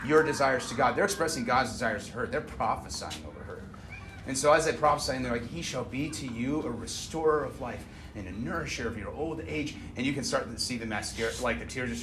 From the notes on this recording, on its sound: Originally recorded 5/15/21 at Sunset Park in Lewiston, Idaho.